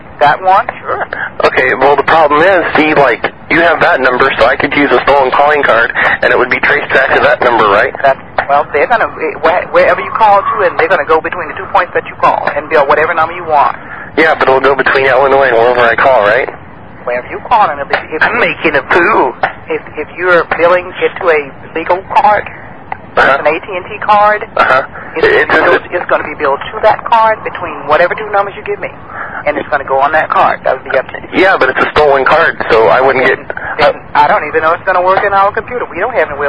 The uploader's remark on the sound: Personal Prank Phone Calls Collection